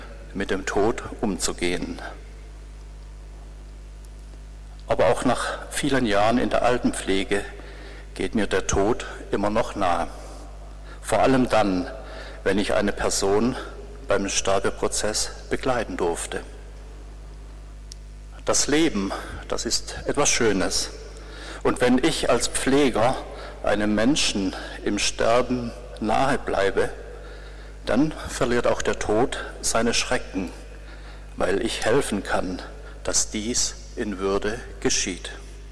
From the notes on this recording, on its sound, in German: Mitschnitt aus einem Gottesdienst für Altenpfleger|innen im August 2018 in der Lambertikirche.